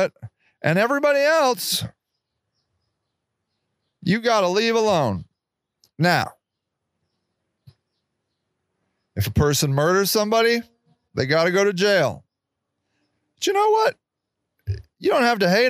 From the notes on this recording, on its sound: I'm trying out my new mobile studio. This week's show was recorded in our developing memorial garden.